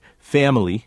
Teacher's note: you are hearing a more nasal quality to the A in family